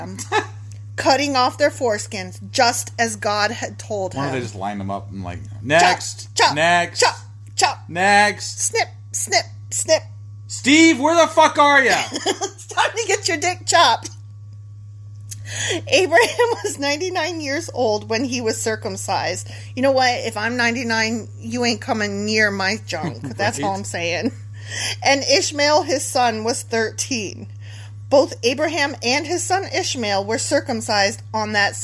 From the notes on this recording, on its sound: Accompanied by the sweet background sound of a running computer.